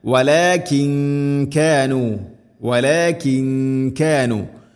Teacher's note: സാക്കിന നൂന് ശേഷം കാഫ് വരുമ്പോൾ ഇഖ്ഫാ ബിഗുന്ന, അവ്യക്തമാക്കി മണിക്കണം